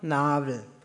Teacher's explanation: Der Verschlusslaut B wird zwischen zwei Vokalen zum Reibelaut W. Diese sogenannte Spirantisierung ist übrigens in allen Sprachlandschaften in Franken zu beobachten, auch in weiten Teilen des Rheinfränkisch-Hessischen.